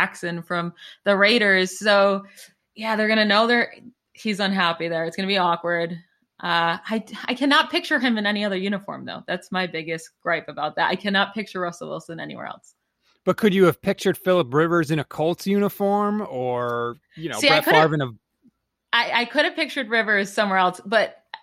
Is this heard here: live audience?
no